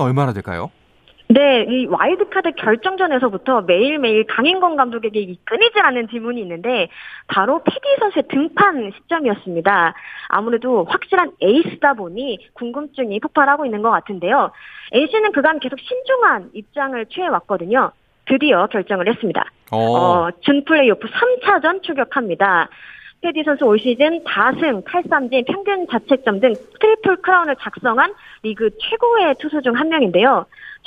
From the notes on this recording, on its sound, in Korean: 전화연결